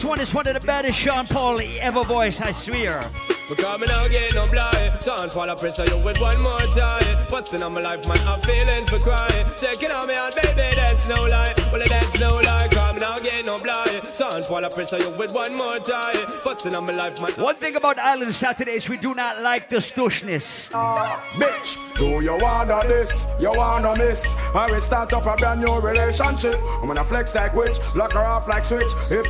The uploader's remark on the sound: LIVE AT ISLAND SATURDAYS ON JULY 6TH